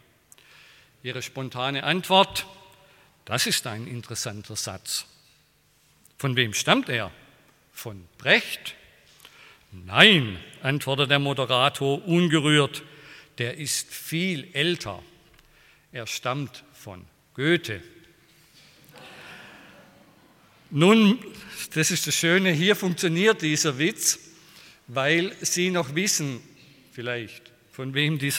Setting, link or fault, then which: setting, large echoing room